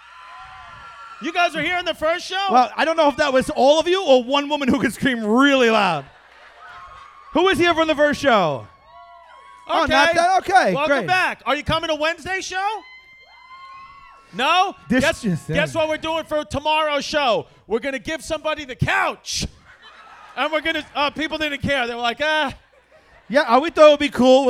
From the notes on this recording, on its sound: LIVE at SoulJoel's Comedy Club in Royersford,PA!